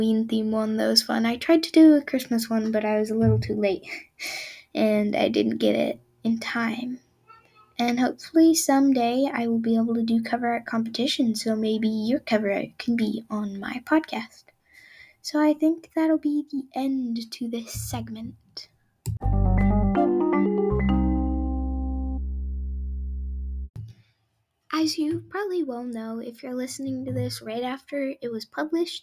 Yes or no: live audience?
no